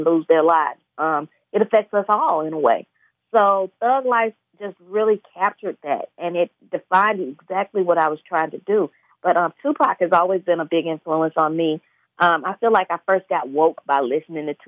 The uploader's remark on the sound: via phone line